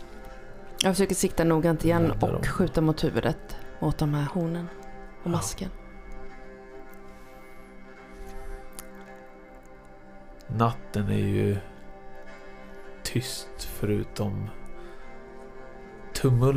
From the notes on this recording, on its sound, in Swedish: Det här avsnittet spelades in under vår liveträff i januari 2023. Det gör att du får höra lite mer bakgrundsljud och prat i munnen på varandra än vanligt, men du får också mer gemytlig stämning och runt-bordet-känsla.